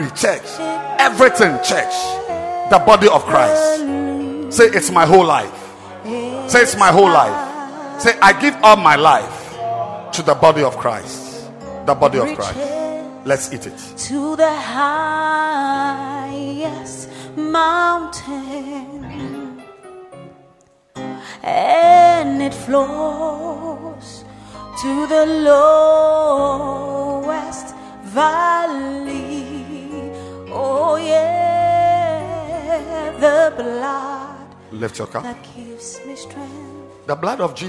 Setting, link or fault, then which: setting, large echoing room